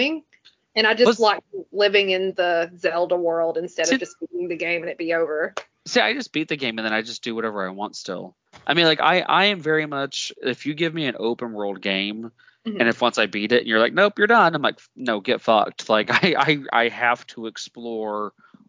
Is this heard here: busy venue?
no